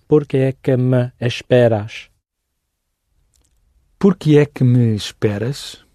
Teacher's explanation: And that me is not an important word. The E isn't stressed.